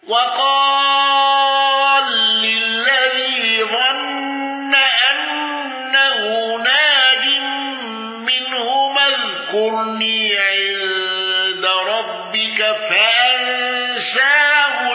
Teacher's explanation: حمزة بإمالة الياء واندرج معه الكسائي وخلف العاشر